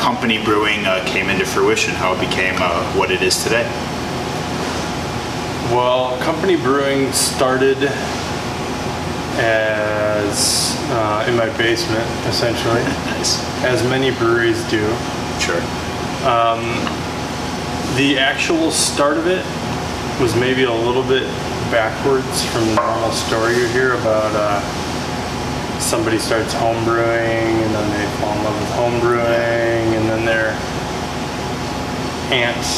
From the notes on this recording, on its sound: I apologize for the background noise!!!